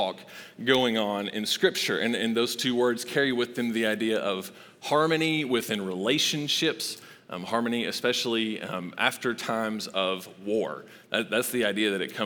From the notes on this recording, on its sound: Recorded live at Long Hollow Church on December 13, 2022.